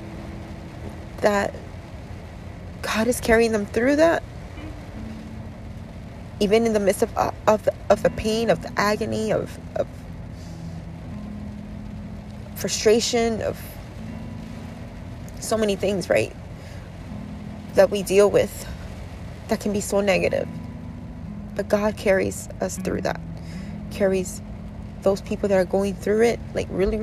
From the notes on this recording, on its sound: This is episode was recorded today while sitting inside my car in a middle of a thunderstorm.